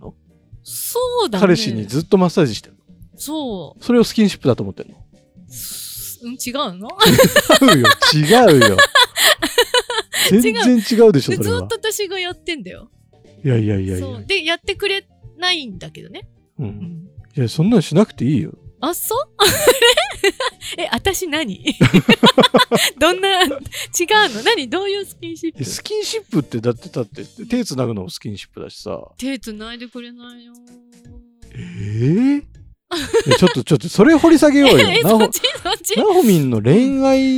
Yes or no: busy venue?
no